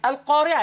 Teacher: مخرج القاف انها بتخرج من اقصى اللسان فوق